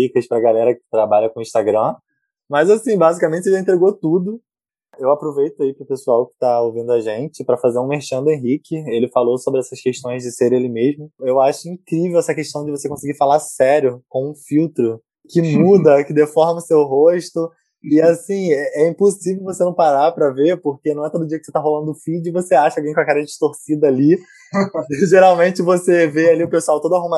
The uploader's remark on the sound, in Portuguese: Episódio gravado durante a pandemia do COVID-19, com gravação remota.